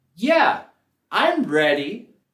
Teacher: vamos a subir la entonación en la primera sílaba de ready